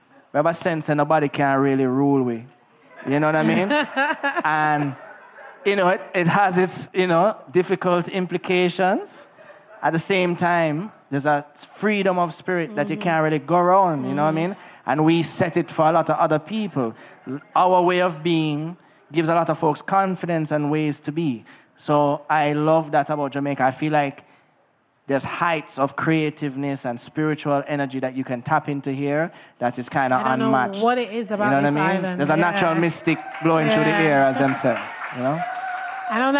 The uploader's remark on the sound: LIVE! With An Audience. Event with an audience recorded at the Regency Bar & Lounge in Kingston, Jamaica.